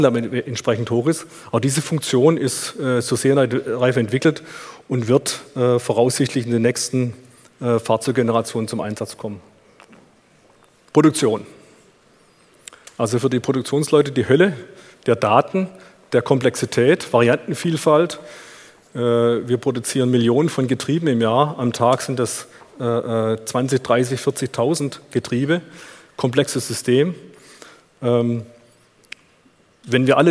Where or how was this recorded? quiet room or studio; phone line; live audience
live audience